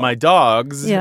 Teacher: the Z sound that we're getting instead of the S sound